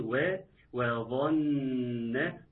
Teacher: الظا حرف مفخم هيعمل إيه؟ هيسحب الواو لفوق، إحنا عاوزين نحافظ على ترقيقها ويكون و وظن.